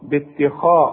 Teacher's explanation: باتخاذكم كل الكلمة دي ما فيهاش الا الخاء مفخمة، ففخمها لي، ما تقولش باتخاذكم، لا باتخاذ، رقق التاء فخم الخاء، باتخاذ وطلع لسانك زي ما انت عارف في الذال، باتخاذكم واكسر للذال دي، باتخاذكم العجل.